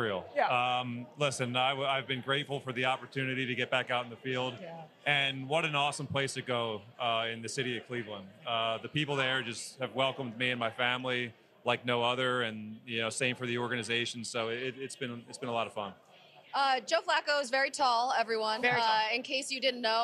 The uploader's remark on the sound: Live From the NFL Honors Red Carpet! Live from the NFL Honors Red Carpet in Las Vegas!